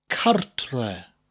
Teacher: But the actual word is cartre, cartre. And you have that rolling R sound on the first R, cartre, which means home.